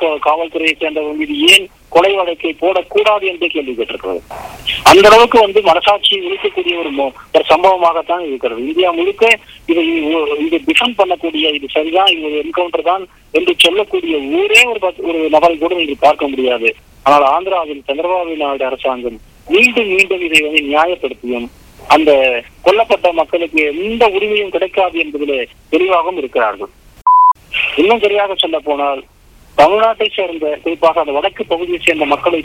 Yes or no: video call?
no